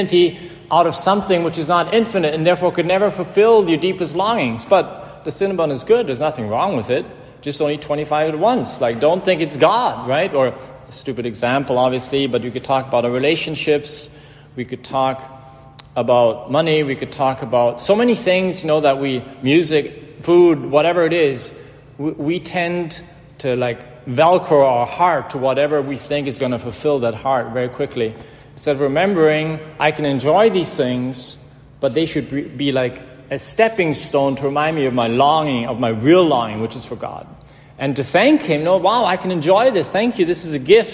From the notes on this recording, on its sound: in "The Church of the Epiphany" in Georgetown, Washington gehalten hat.